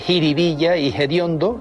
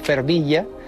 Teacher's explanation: aspiran la F inicial de determinadas palabras populares. · Shown in: first take · Así se dice jiribilla y hediondo en lugar de los originales fervilla, que es una palabra de procedencia portuguesa, y fediondo del latín foetibundum. · Term: aspiración